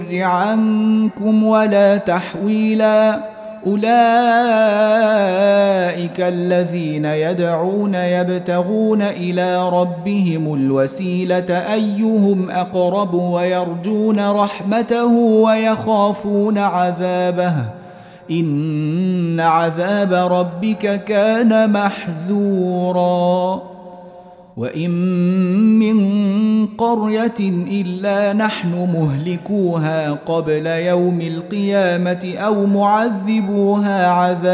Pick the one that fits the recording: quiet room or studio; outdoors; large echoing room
large echoing room